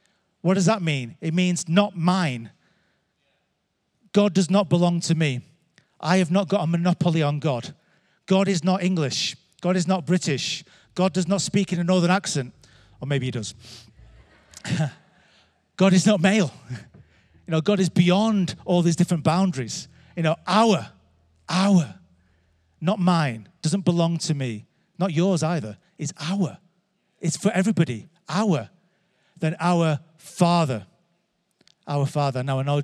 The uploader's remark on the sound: Recorded Live at Life Church Lancashire - Sunday 23th April 2023